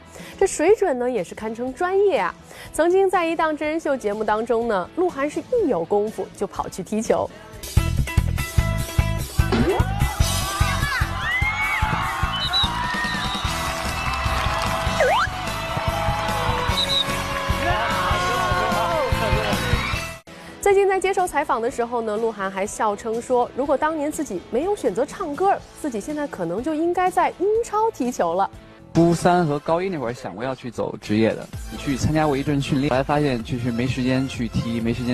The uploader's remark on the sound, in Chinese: 现场直击声：北京国际电影节闭幕